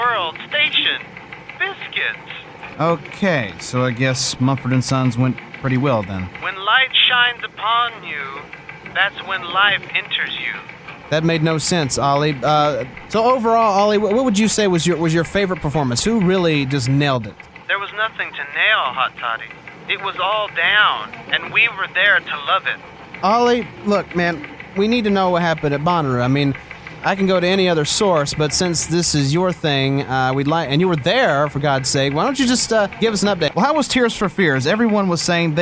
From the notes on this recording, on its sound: During the night of his concert at Knoxville's Tennessee's country/western themed night club the Cotton Eyed Joe.